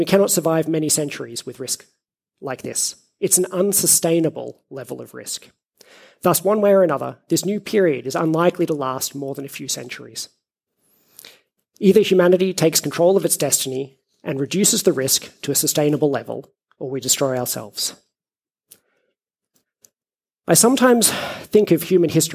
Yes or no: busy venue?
no